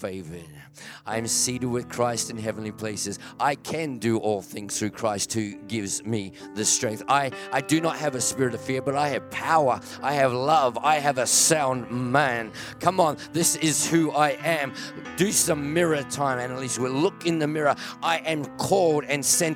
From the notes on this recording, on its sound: This message was recorded at Riveredge Church, Mildura in February 2023.